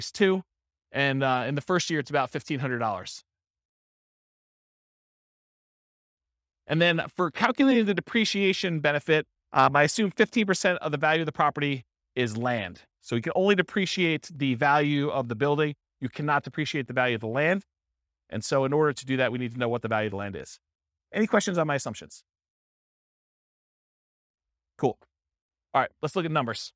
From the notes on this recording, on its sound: This was a live class recorded.